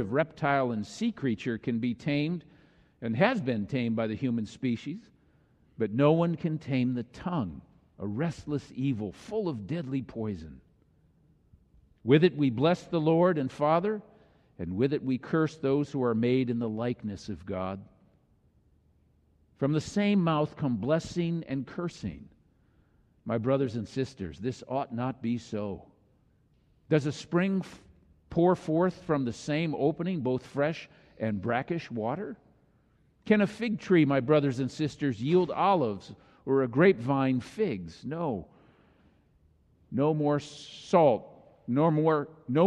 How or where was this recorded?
large echoing room